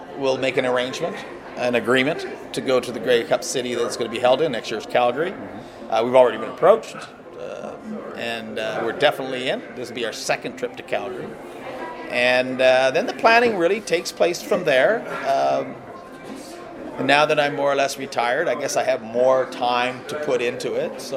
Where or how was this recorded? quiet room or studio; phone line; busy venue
busy venue